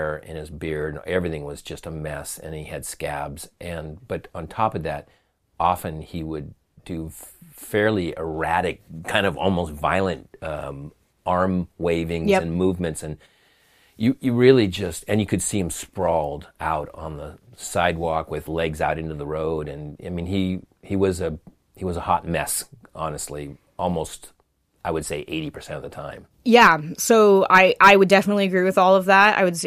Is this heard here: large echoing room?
no